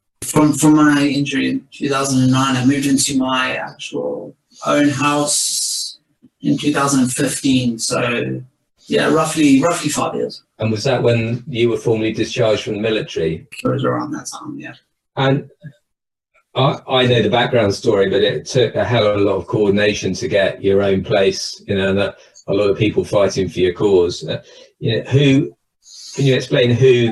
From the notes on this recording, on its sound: A recording from the Supporting Veteran Health in Primary Care webinar on 26th January 2021.